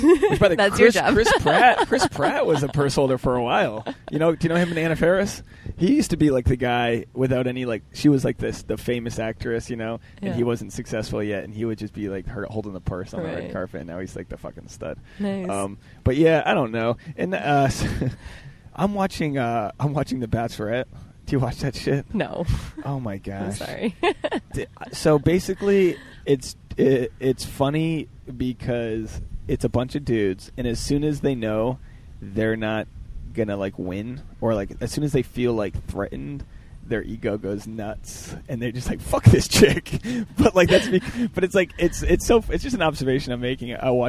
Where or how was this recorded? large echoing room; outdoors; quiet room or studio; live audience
outdoors